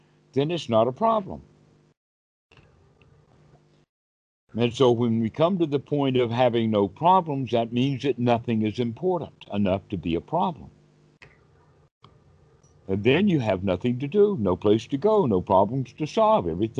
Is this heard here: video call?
yes